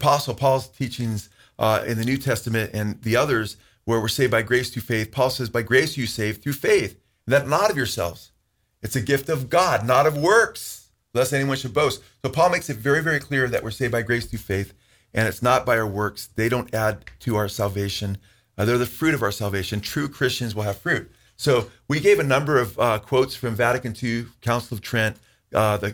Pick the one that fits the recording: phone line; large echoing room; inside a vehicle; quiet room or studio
quiet room or studio